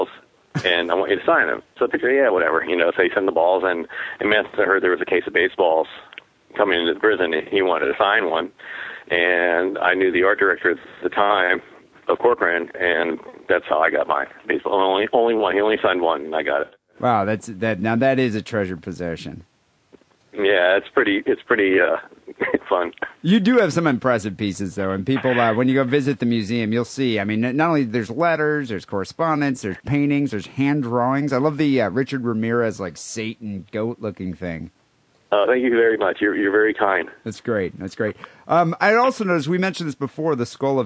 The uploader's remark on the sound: Phone calls